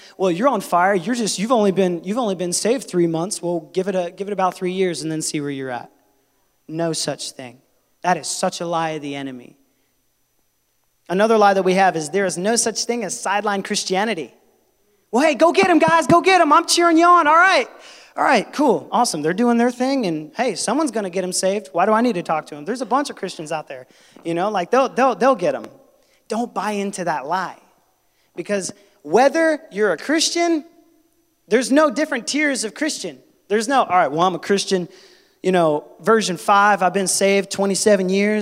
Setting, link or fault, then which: setting, large echoing room